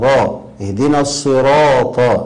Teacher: الراء هنا مفخمة لأنها مفتوحة